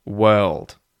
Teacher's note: But effectively, the vowel sound is er, and then you have that W at the start, were, and then ld, world. So, yeah, just think w-er-l-d with no r